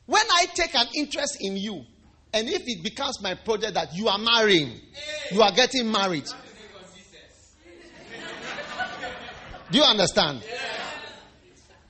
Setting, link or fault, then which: setting, large echoing room